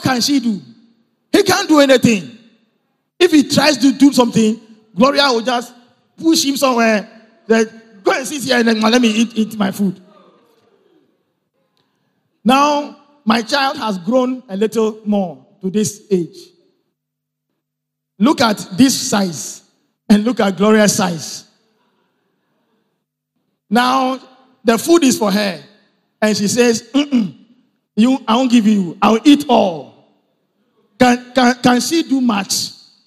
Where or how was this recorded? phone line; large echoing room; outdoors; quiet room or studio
large echoing room